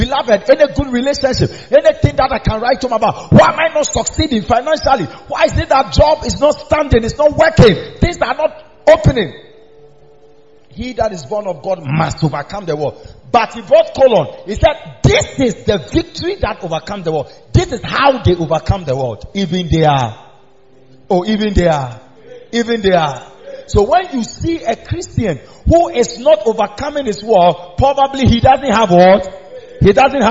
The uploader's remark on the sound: Preached at the Miracle Arena during the new year